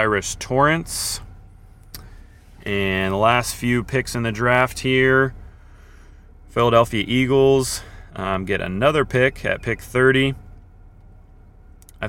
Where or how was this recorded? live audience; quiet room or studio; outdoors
outdoors